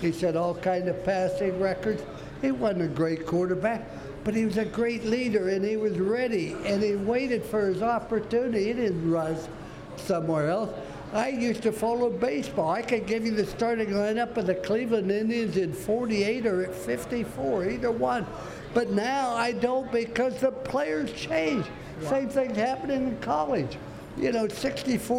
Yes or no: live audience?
yes